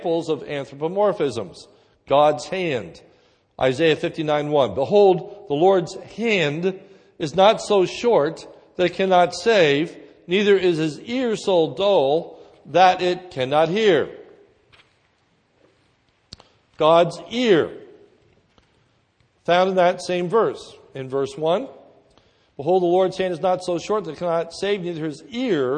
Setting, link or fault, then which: setting, large echoing room